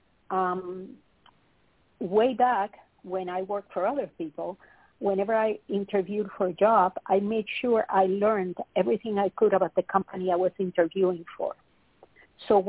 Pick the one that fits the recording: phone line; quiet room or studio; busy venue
phone line